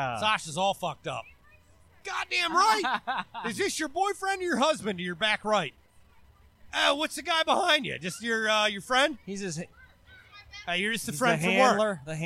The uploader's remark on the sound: Live from The Downtown GrooveFEST in Cambridge MD